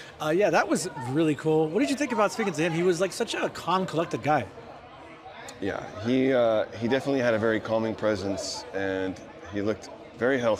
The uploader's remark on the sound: This episode is “Live” from Fan Expo New Orleans.